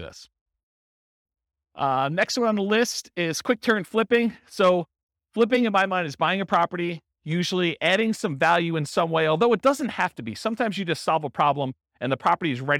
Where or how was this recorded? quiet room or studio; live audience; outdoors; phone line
live audience